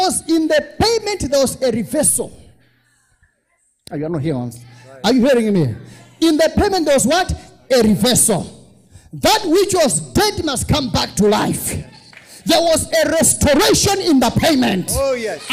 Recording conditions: large echoing room